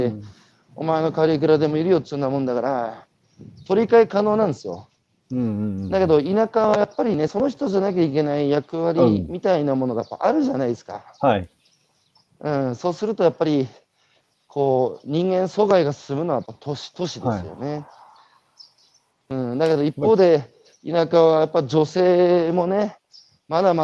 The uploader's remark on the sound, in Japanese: 歩きながら1時間、対談する